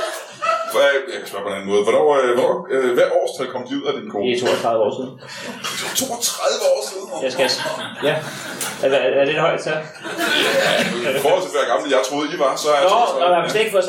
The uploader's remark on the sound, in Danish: LIVE fra Tahonga Lounge i Hillerød